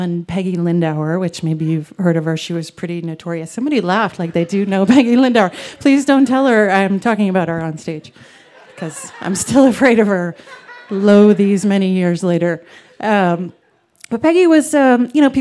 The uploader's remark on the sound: recorded live on 19 July 2017 at Buntport Theater in Denver, Colorado